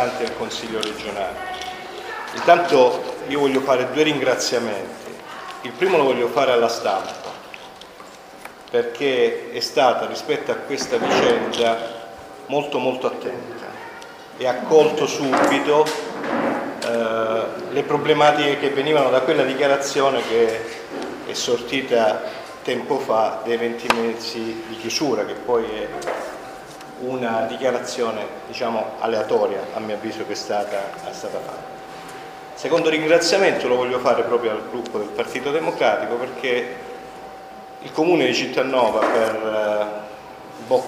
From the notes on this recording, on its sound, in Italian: Registrazione integrale della conferenza stampa organizzata dalla sezione PD di Cittanova.